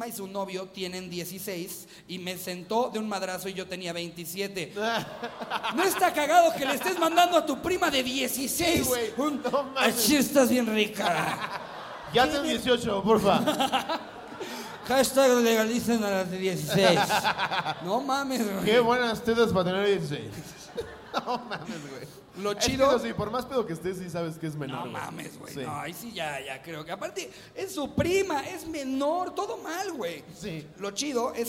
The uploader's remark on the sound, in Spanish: En vivo desde Puebla. Todo esto con el grandiosos público de puebla.